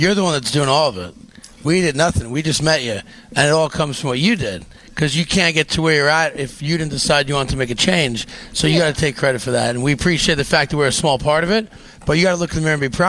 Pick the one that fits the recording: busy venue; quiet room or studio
busy venue